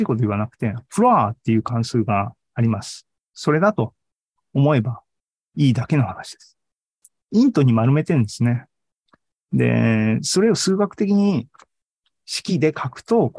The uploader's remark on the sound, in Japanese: ２０２２年１２月２１日に開催した ZOOMライブの模様です